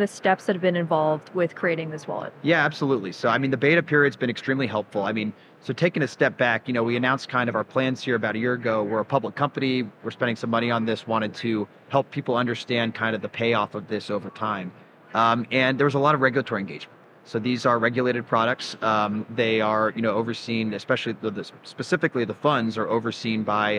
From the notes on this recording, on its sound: Live from Consensus 2023